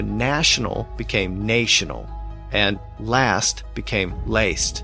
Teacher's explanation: short flat a became a long a.